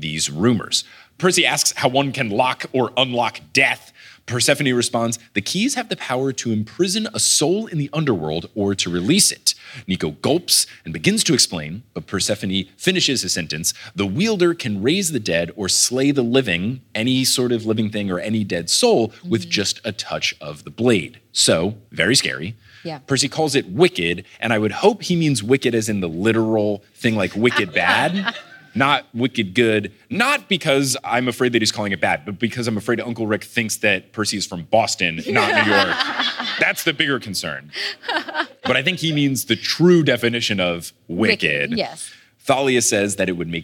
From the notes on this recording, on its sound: Live in Finland! Stick around for the Q&A.